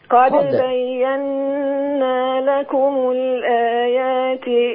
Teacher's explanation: أنا ملاحظ القلقلة عايزة تبان شوية